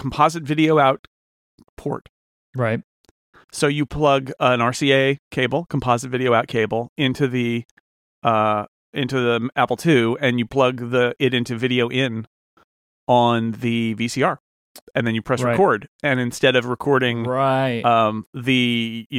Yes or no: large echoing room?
no